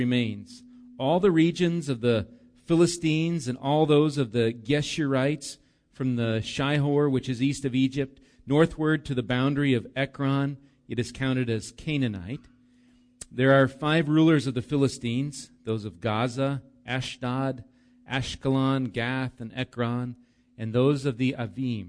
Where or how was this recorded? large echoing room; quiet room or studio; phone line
large echoing room